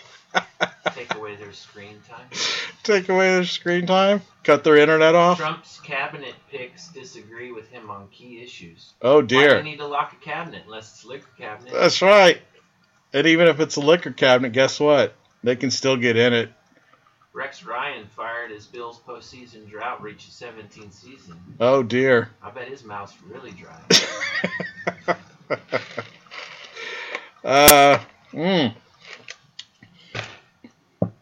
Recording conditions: poor microphone